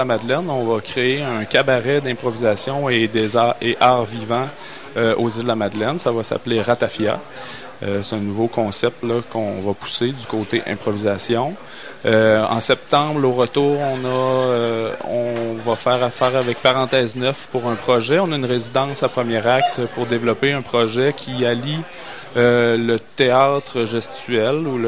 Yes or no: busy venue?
yes